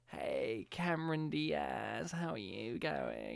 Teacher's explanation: Yeah, she has that kind of vocal fry quality, which you hear in this movie when Nicki, you know, that vocal fry quality to her voice, that kind of raspy vocal fry quality, which she has in this movie when she's speaking all the time. She's like, hey, Cameron Diaz, how are you going?